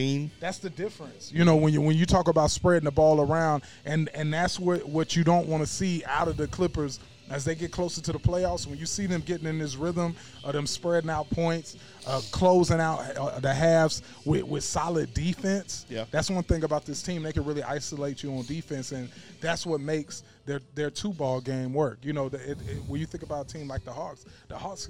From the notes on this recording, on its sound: ON LOCATION AT BROOMELLI BOYS PIZZERIA!